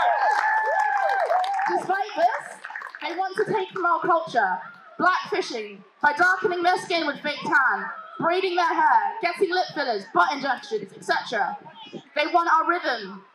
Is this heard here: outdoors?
yes